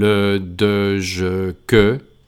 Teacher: En realidad, el que hemos visto, más que un sonido, es un comportamiento especial de ese sonido, y es que esa E tiene tendencia a desaparecer